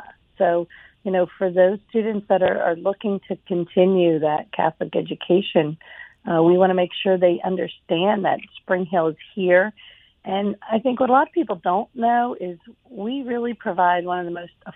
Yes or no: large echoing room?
no